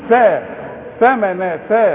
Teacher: اطلع طرف اللسان ما اقولش ثمنا بالسين